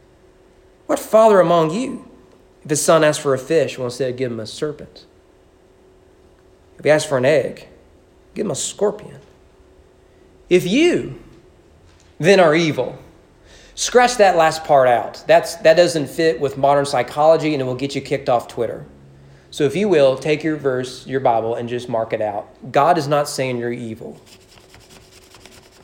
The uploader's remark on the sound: Sermon preached on January 31, 2020 at East Frankfort Baptist Church during morning worship.